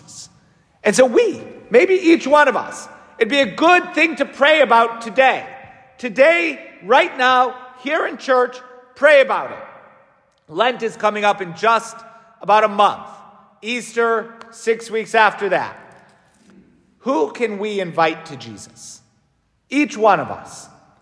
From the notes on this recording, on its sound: St Francis Catholic parish homily